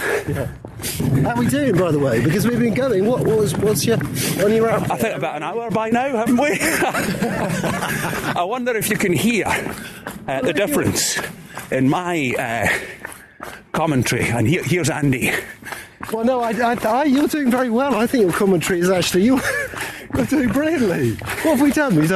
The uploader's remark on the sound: This podcast was recorded live on a rehearsal for the 5K running tours in February 2017.